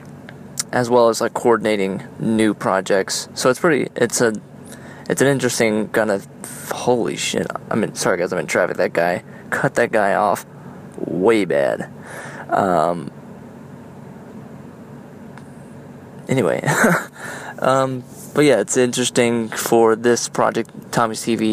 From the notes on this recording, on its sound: On my commute home, I used my iPhone to record a few thoughts that are milling around in my head. IPhone 6.